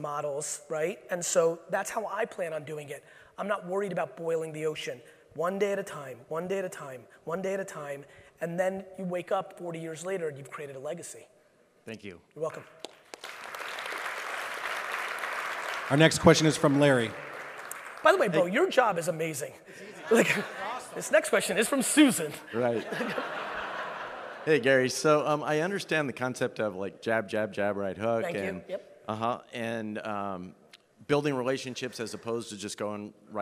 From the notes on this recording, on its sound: a keynote I gave at the AIME Fuse event for mortgage brokers in 2019